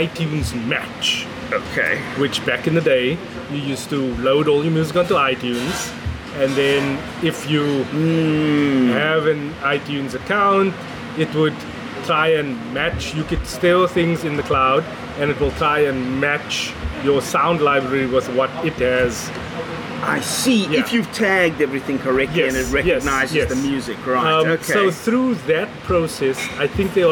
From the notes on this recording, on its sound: South Africa's most accessible consumer technology podcast escapes the Cape Town heat, but has a fan blowing directly onto the mics. Recorded at The Kitchen. Mixed and recorded on Samsung Galaxy S10 + Samson Go Mic.